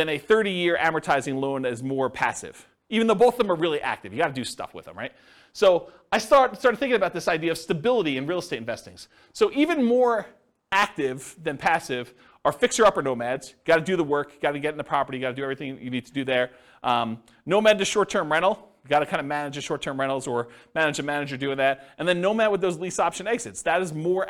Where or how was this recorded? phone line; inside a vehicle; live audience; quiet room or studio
live audience